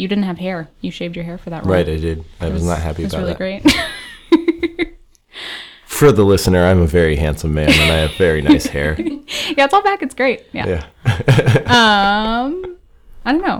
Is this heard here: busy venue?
no